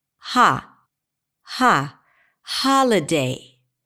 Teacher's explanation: And every content word must have a primary stress and only one. So in the word holiday, the primary stress falls on the first syllable.